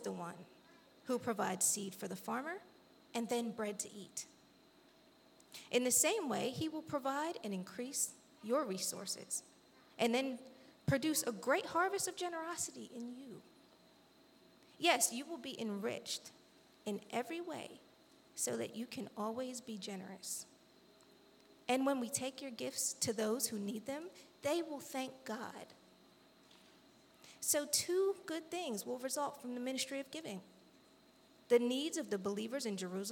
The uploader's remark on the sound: This JAT was recorded live. At Newark United Pentecostal Church.